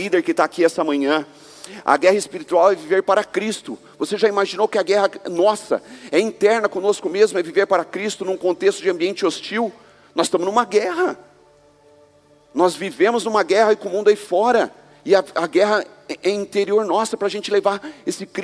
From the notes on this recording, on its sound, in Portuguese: Culto de Celebração